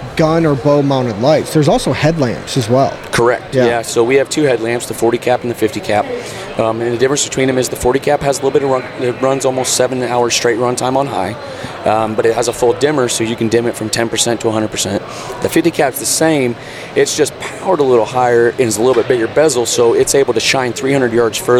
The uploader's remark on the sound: in the Treezyn Booth at the Great American Outdoor Show in Harrisburg, PA.